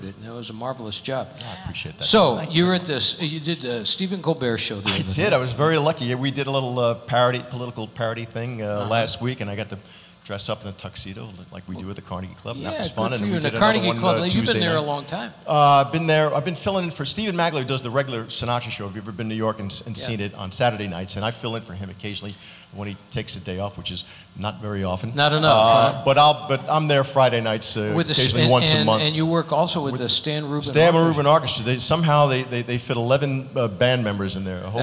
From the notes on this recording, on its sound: Live at the South Point Casino